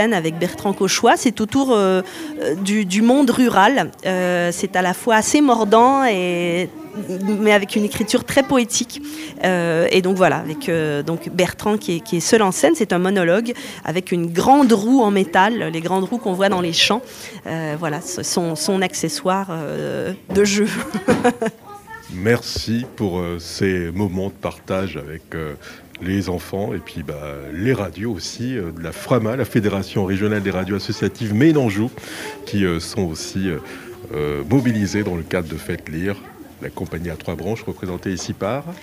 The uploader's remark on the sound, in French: Sur les radios de la FRAMA en direct du salon du livre.